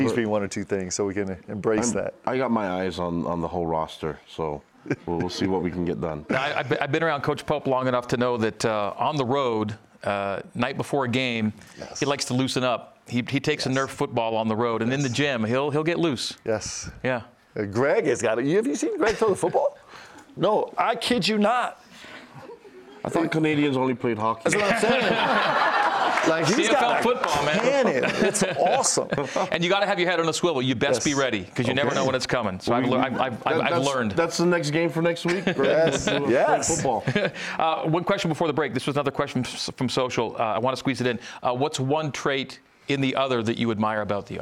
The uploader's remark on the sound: A live audience in Studio C.